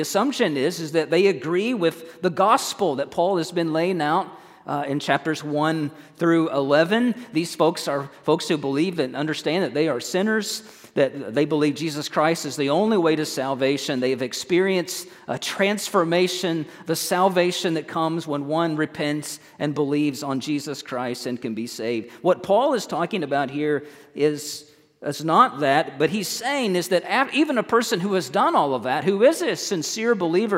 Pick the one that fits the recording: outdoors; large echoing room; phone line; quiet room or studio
large echoing room